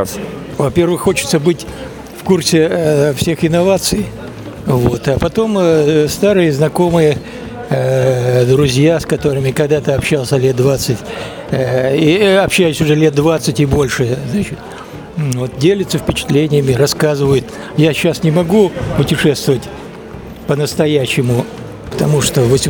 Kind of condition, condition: setting, busy venue